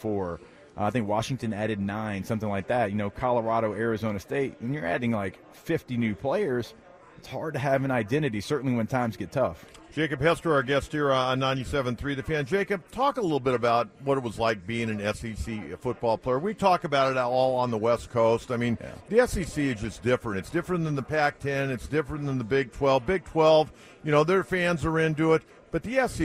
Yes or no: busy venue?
yes